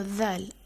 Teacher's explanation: You just say th, bite your tongue, bite the tip of your tongue and blow air. But with it, add some voice.